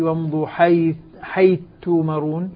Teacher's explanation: صارت الثاء مع التاء تاء مشددة · Term: إدغام الثاء